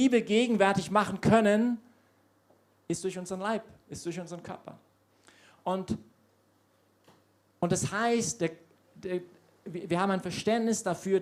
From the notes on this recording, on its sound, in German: Predigt aus der YP Messe.